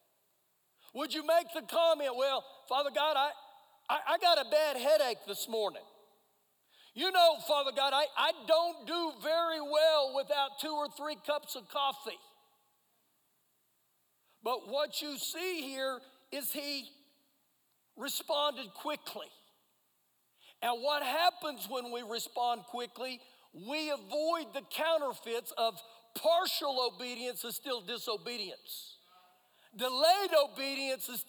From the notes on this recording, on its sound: Recorded live during our Sunday Morning service